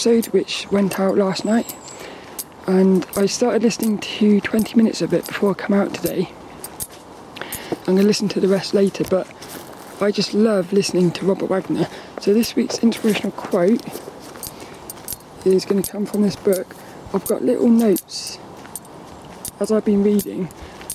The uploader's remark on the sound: I recorded this one down Saltrum, the local woods, and not only were quite a few people were out walking their lil doggies which makes for some fun social moments. I had all my camera settings wrong.